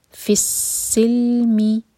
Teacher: فسلمی، فا کو سین سے جوڑا، سین پر شدہ اور سین پر سیٹی کی آواز کے ساتھ پڑھیں گے